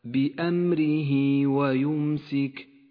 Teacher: تجري بعد ذلك مد الصلة الصغرى في قوله تعالى بأمره ويمسك هاء الضمير جاء قبلها حرف متحرك وبعدها حرف غير الهمزة تمد إشارة الصلة بمقدار حركتين